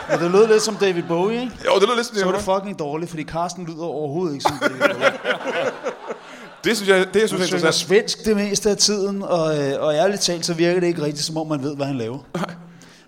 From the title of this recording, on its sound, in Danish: LIVE fra Slagteriet i Odense